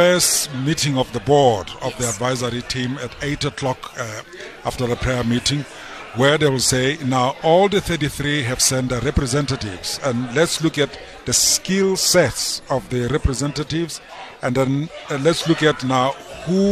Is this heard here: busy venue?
yes